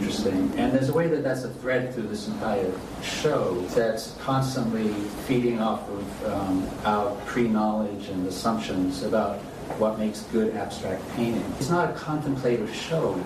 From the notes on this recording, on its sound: Produced by Jennifer Baahng Gallery. Recorded live on Saturday, October 8, 2022, at 2 pm. Solo exhibition at Jennifer Baahng Gallery in New York.